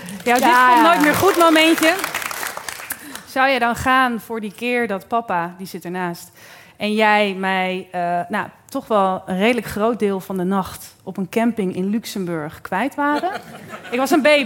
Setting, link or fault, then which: setting, live audience